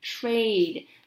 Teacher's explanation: 它的重音在 R A 这边发 A 的长音